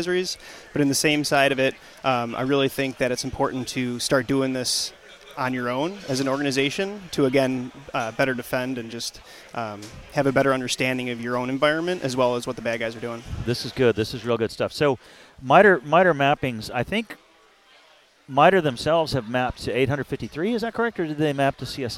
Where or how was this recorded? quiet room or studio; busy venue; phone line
busy venue